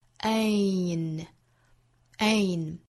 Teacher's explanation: 后面这个音节是一个难点，就是双元音的 a,去过渡鼻音 ain